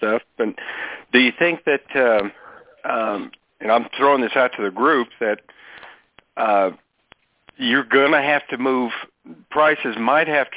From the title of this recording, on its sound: Monthly Conference Call On Cotton